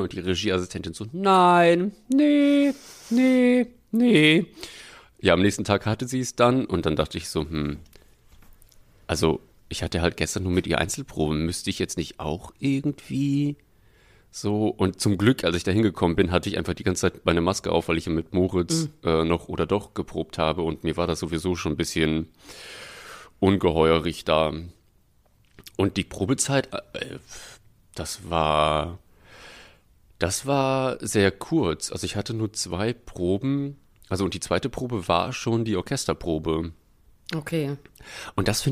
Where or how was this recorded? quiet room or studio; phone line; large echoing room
quiet room or studio